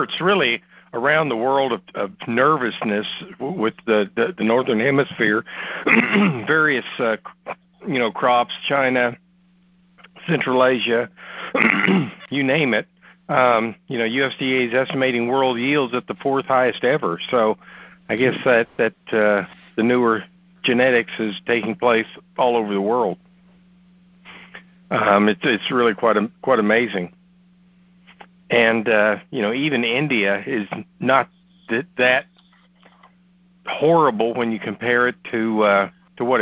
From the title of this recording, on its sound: August 2018 Monthly Conference Call